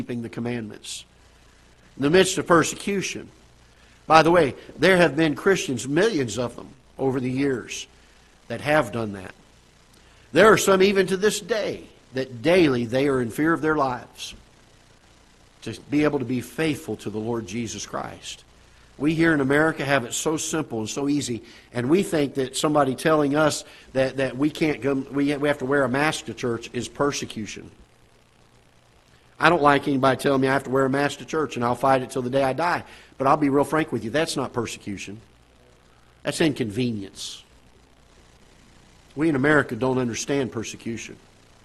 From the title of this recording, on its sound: Ketha Heights Baptist Church ~ Live Broadcast